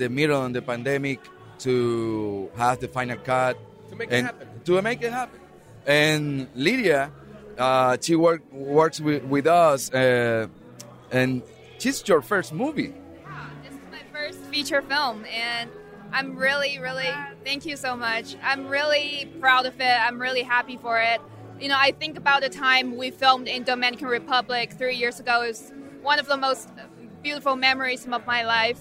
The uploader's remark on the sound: Red carpet correspondent. Covers the Dominican Film Festival NY live!